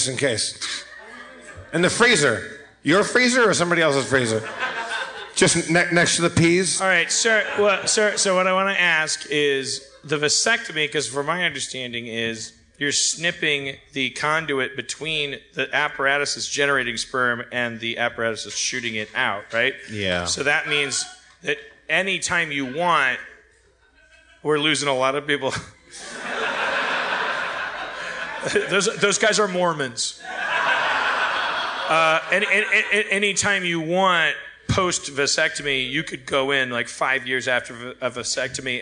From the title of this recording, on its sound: LIVE at San Francisco Sketchfest 2016!